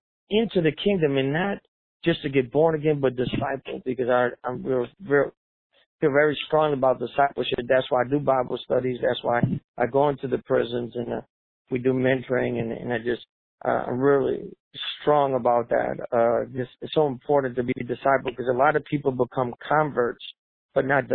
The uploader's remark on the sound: In this phone interview for "A Better Way". Despite the delay and sound quality from a less-than-ideal cell phone connection, this interview was so good we had to go ahead and share it!